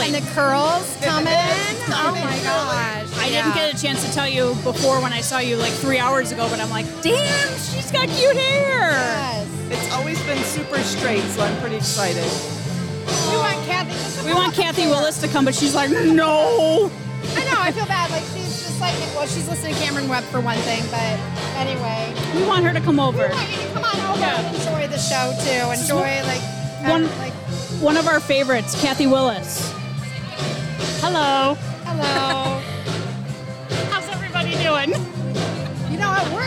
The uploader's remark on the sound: On this episode we podcast live from Elkhorn Ribfest!